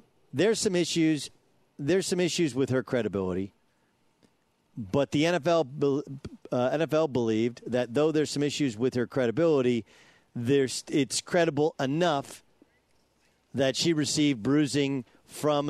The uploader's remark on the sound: broadcasts live from Los Angeles Chargers training camp